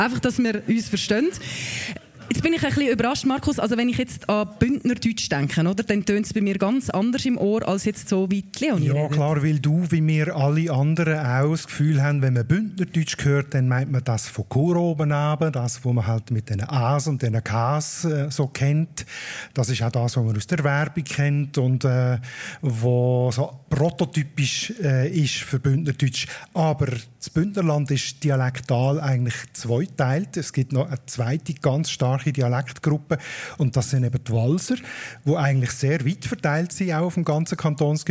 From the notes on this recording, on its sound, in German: Die am Arosa Mundartfestival vor Publikum aufgenommen wurde.